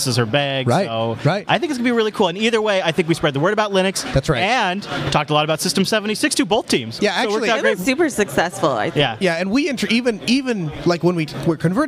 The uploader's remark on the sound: Our biggest live event yet, from the floor of LinuxFest Northwest 2016.